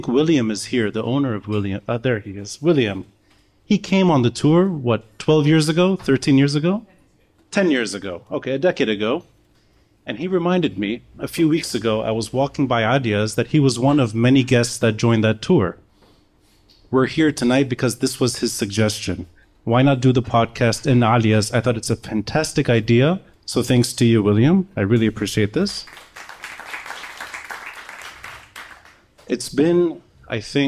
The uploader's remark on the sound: Live Video. The first of a live series at Aaliya's Books.